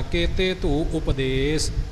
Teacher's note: ਧੂ ਬੋਲ ਕੇ ਉਪਦੇਸ਼ ਊੜੇ ਦੀ ਪੂਰੀ ਆਵਾਜ਼ ਰੱਖਣੀ ਹੈ